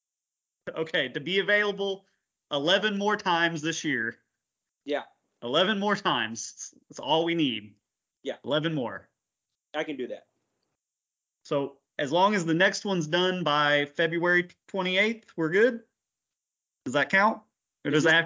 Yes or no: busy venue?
no